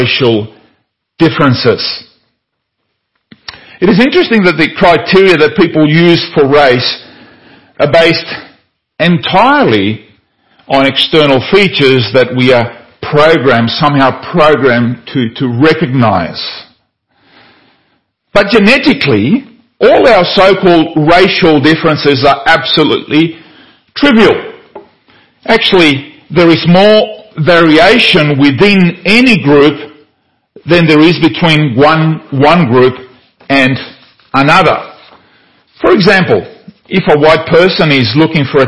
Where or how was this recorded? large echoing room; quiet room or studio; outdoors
large echoing room